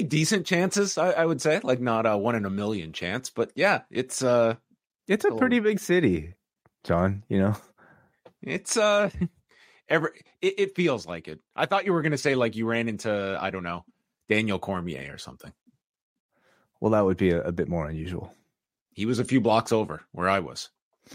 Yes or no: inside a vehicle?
no